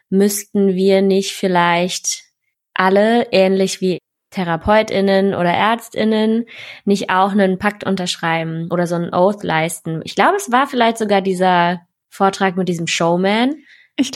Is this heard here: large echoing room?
no